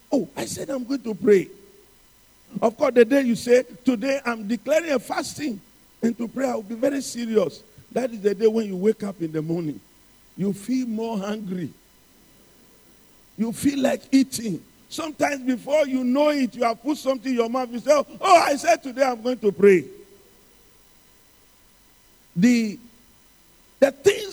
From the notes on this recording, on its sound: Sermon preached at CBC Adabraka Campus